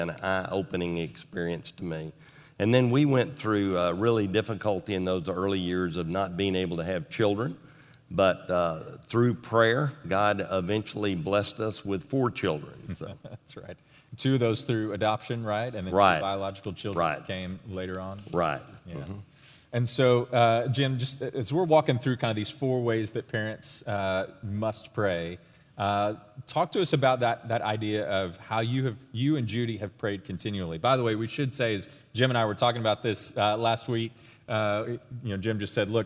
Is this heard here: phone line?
no